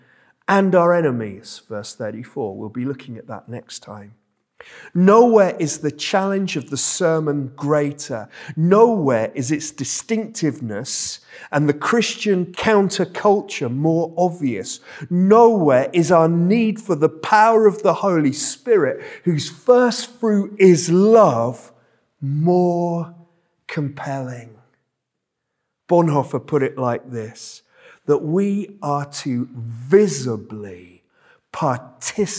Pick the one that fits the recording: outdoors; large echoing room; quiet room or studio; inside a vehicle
large echoing room